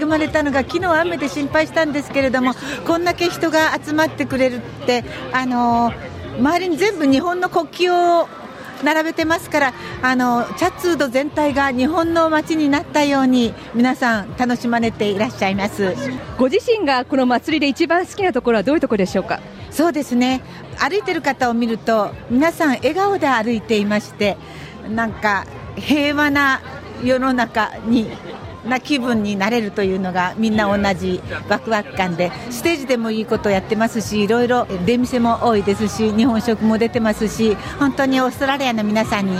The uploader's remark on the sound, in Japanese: Event report: Matsuri Japan Festival in Chatswood 2023。快晴で大賑わい、Matsuri Japan Festival in Chatswood 2023 会場リポート。